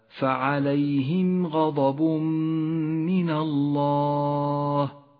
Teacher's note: الإدغام بغنة في قوله تعالى فعليهم غضب من الله، التنوين وبعده حرف الميم، يدغم التنوين بالميم فتغدو الميم ميما مشددة، يسقط التنوين من اللفظ، ولذلك هو رمادي اللون، وتغن الميم بمقدار حركتين لأنها صارت مشددة.